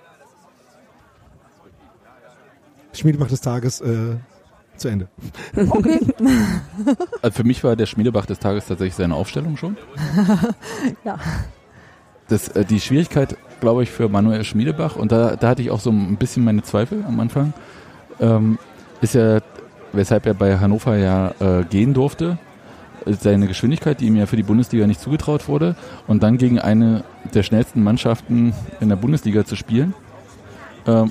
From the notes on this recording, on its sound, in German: unseren Podcast direkt beim Union-Drachenboot-Fun-Cup aufgenommen